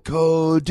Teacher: just got to extend the second syllable